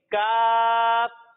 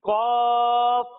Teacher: جب ہم کاف کی ادائیگی کریں گے تو اسے ہم باریک پڑھیں گے، اور جب ہم قاف کی ادائیگی کریں گے تو اسے ہم موٹا کر پڑھیں گے